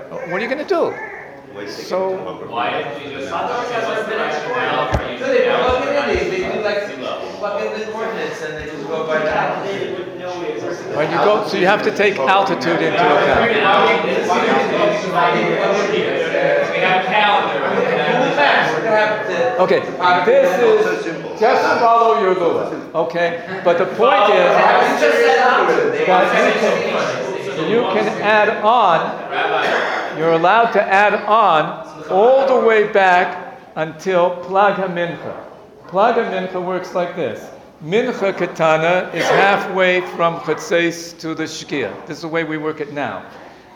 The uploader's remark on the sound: Sunday Kolel Lecture. Recorded live at The Torah Center ATL.